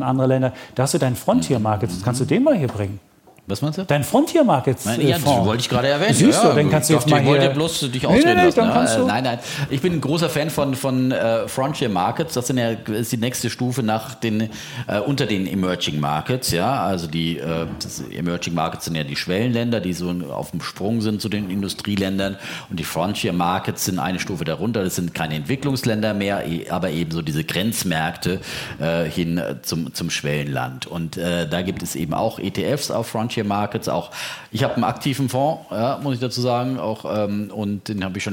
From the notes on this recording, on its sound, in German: Vor Publikum im historischen Journalistenclub.